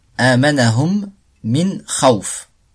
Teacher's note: Là, on fait idgham. La première n'est pas vocalisée, la seconde est vocalisée. On fait une assimilation complète.